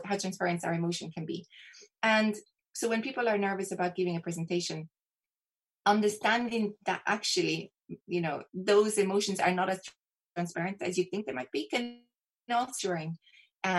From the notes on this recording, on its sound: We recently recorded this one over zoom.